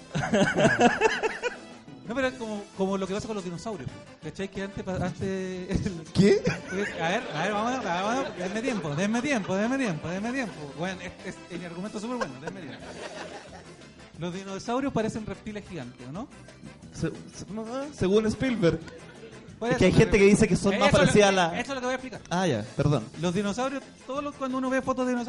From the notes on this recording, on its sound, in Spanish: Esta vez desde una sala de cine, con público, concurso y muchas risas después de la Avant Premiere de Terminator: Dark Fate.